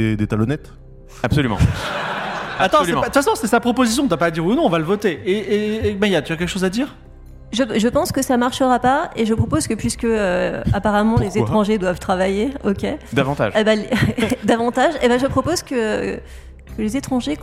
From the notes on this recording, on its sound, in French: Enregistré en public à Jussieu dans le cadre du festival Play Sorbonne. À Paris. Diffusé en direct sur Twitch et retransmis ici en podcast.